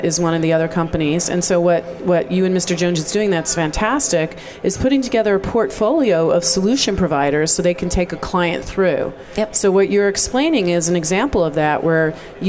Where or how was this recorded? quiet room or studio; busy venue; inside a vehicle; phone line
busy venue